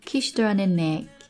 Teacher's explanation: Kiss,原型 K-I-S-S 加了 E-D 哈 Kiss,到底是读 T 还是读 D?其实动词原型加了 D 或者加了 E-D 哈，轻辅音结尾加了 E-D 读出来是 T, kissed.接下来 her 这个词非常弱的音哈，前面跟着一个辅音，所以呢被击穿，击穿之后剩下一个元音跟前面这个可以连读 · Term: 击穿连读